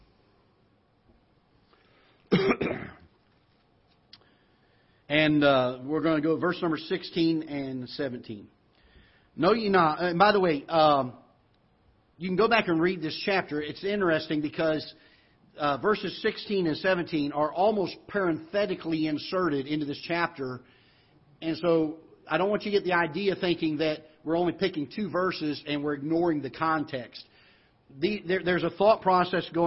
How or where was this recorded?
large echoing room